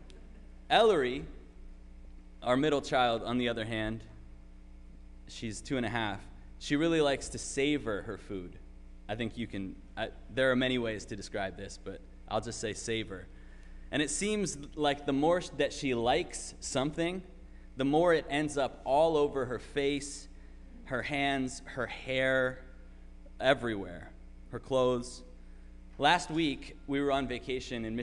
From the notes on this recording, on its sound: Sermon preached at RCHP